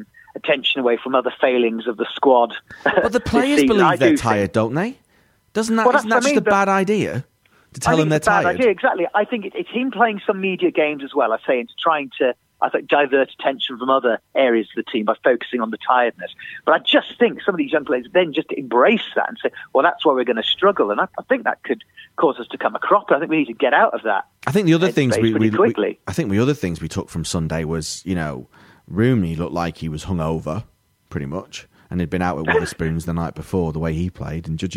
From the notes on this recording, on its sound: on the phone